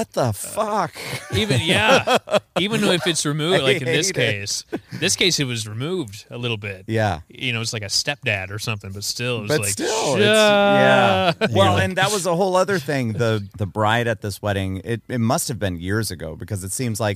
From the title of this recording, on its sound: Don't Record Outside On A Weekend